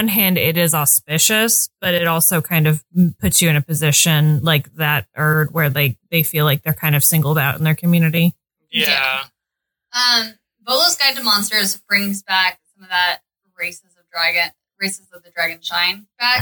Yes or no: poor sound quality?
yes